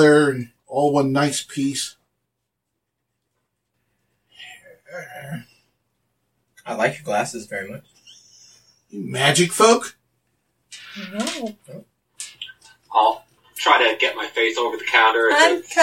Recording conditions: poor sound quality